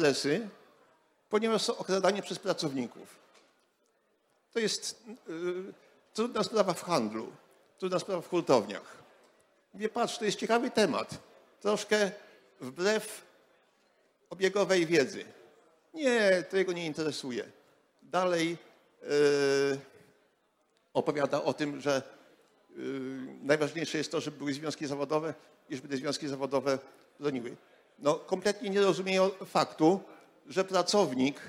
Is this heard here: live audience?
yes